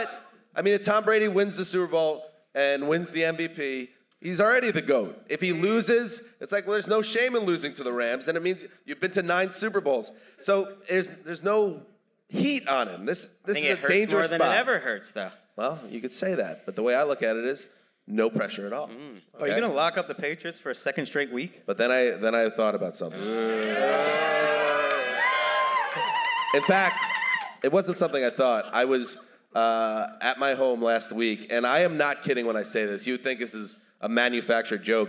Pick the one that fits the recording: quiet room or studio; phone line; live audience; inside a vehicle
live audience